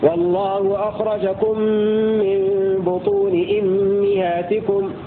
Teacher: في قوله تعالى: والله أخرجكم من بطون أمهاتكم، فحمزة يقرأ بكسر الهمزة والميم لأنه قال واكثر الميم فيصلة، فحمزة يقرأ بكسر الهمزة وبكسر الميم معا